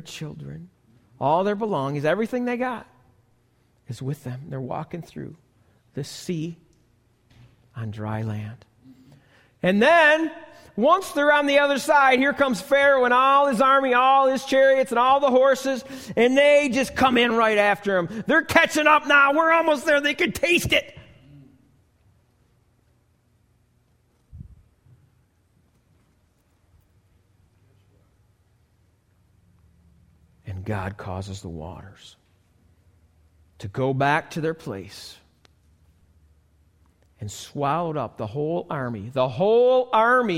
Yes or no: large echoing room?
yes